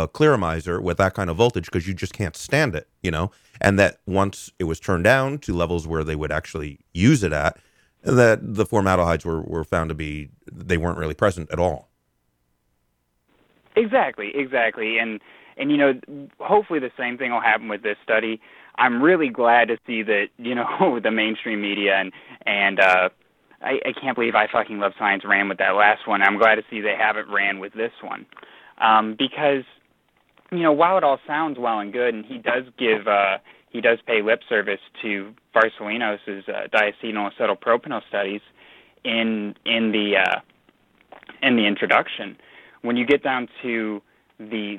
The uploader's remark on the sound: Utah vapers called